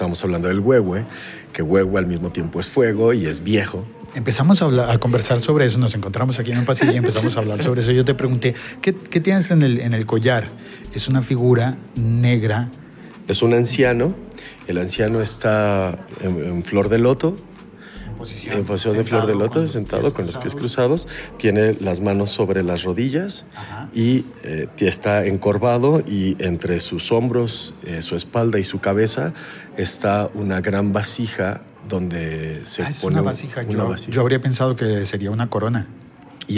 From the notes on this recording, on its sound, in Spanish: grabada en un pasillo durante el Festival Iberoamericano de la Voz Viva Voz.